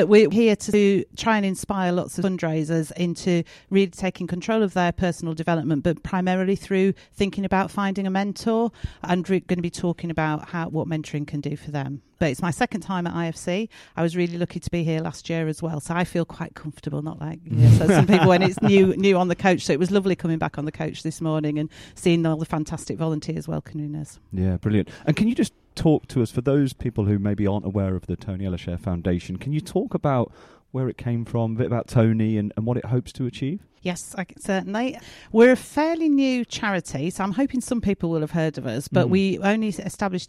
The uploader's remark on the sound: Live from IFC. Our second episode from the International Fundraising Congress was recorded early on the first day.